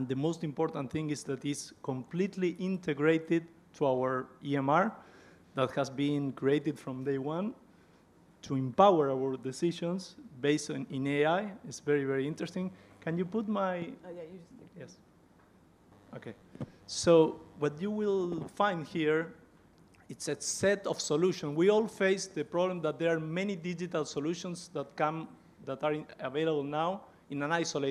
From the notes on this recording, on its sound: Recorded live in Florence, Italy, at the 2023 AECOS Europe Symposium.